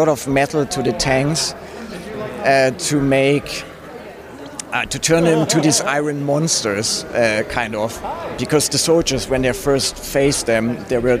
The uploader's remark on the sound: In our first dispatch from The Santa Barbara International Film Festival.